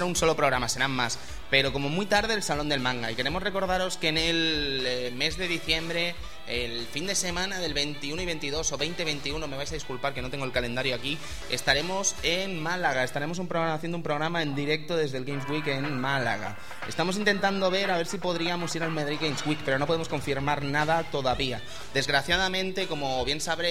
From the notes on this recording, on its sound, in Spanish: Programa grabado desde el evento Elche Juega.